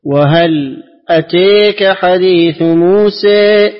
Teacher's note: خلفا بالسكت والإمالة الكبرى في وهل أتاك وفي أيضا موسى